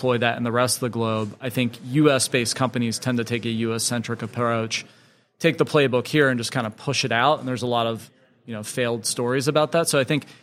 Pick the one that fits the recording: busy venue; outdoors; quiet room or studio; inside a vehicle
busy venue